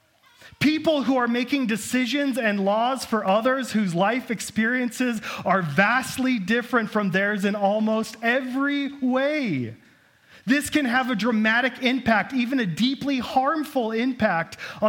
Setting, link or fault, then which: setting, large echoing room